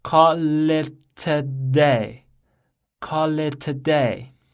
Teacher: Call 后面有一个辅音 l，和 it 开头的 i 连在一起就是 callit · Term: 连读